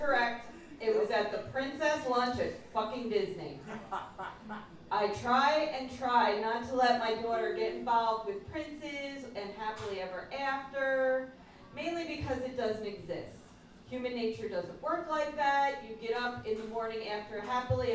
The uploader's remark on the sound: Recorded live at An Evening of Poetry and Prose at the Hudson River Coffee House.